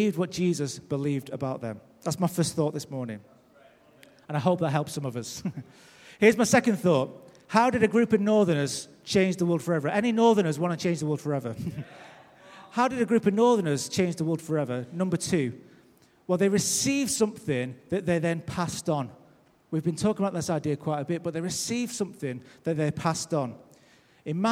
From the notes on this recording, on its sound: Recorded live at Life Church.